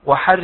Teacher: الراء هذه مكسورة مشددة بالكسر. مشددة بالكسر فيجب ترقيقها. لأنها مكسورة.